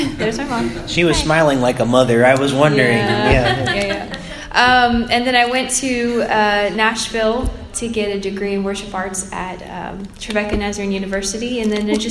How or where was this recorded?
live audience